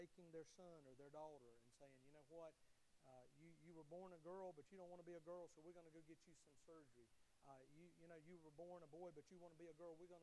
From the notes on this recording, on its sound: Sermon of the Sunday morning service at Liberty Baptist Church. Liberty Baptist is a wonderful, growing, and encouraging body of believers just outside Tifton in the Harding community.